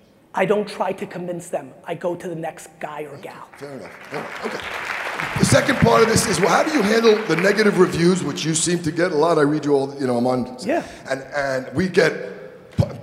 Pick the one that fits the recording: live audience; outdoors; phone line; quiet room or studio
live audience